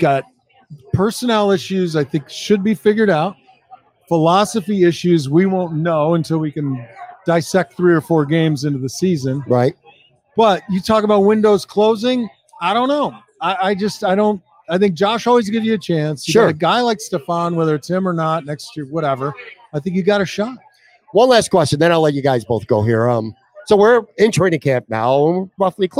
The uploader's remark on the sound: LIVE From Imperial Series. For a sit-down conversation taped live from Imperial Pizza in South Buffalo.